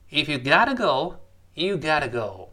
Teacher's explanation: got to 连读变成 gotta， gotta 那就拼成 G O T T A 这个口语用法。我们明白道理就行了。关键是把这话背下来就好了。我们口语会话是不用想这么多嘛，直接就说了，我们跟老师再说一遍。If you gotta go, you